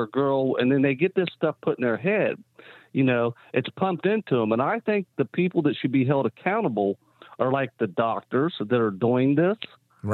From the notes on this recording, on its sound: we take your calls in open phones across America